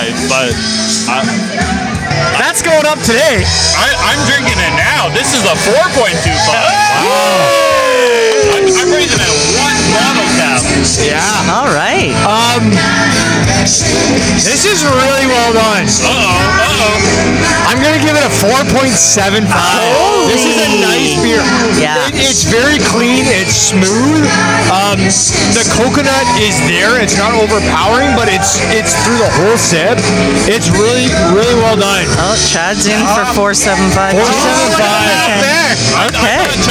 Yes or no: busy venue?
yes